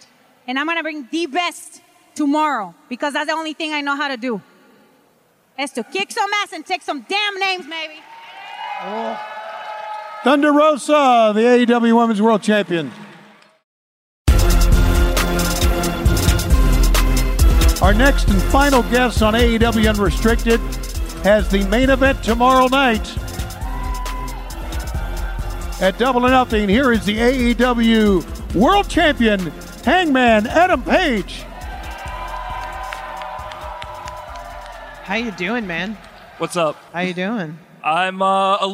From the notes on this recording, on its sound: Live at FanFest. AEW Unrestricted was live in Las Vegas last weekend at DOUBLE OR NOTHING FanFest! Regaled the live audience with great stories.